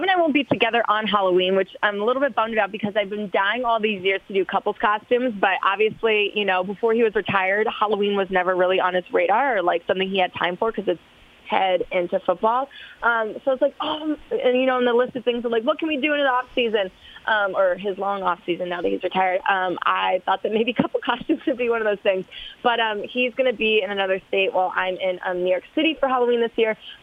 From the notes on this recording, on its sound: Hops on the line (19:00).